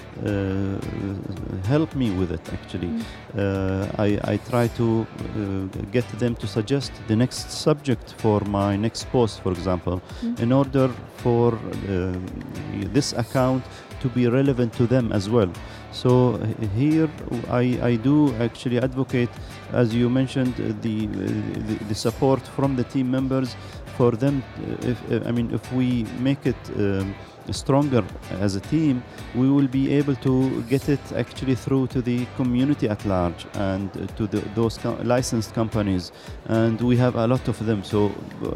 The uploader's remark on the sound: Live from Global Media Congress